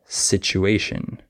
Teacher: Also, certain letter combinations, like the TU, can be pronounced chew sometimes, like situation